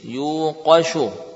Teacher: Huruf qaf panjang atau pendek? Pendek, langsung ke shin. Yu qa syu. Yu qa langsung ke shin.